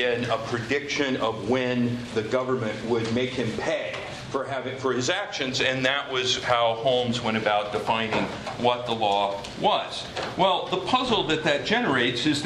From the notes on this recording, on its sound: This talk was recorded on January 6, 2015, as part of the Chicago's Best Ideas lecture series.